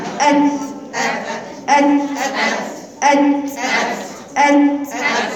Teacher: التاء بتقفل المخرج وتسيب الهواء يخرج طبيعي. أت أت أت أت أت. · Term: الهمس